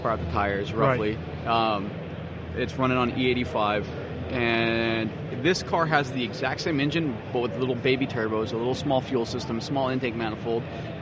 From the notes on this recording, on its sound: BBI Autosport live from SEMA 2015.